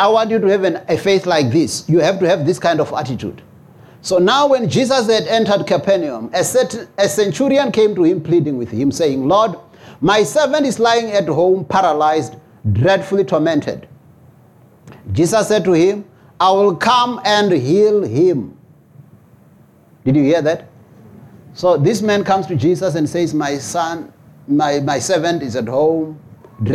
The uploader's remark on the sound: preached at Jesus the Saviour Church, 185 Bobs Way, Eersterivier, Cape Town on 18 February 2024.